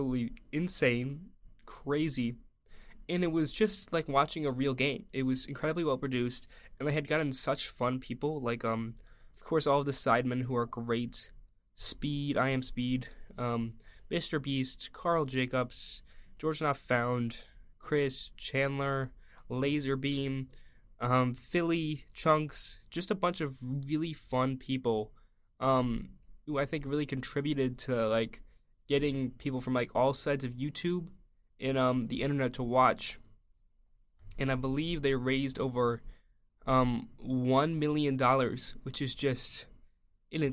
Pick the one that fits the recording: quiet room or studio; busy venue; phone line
quiet room or studio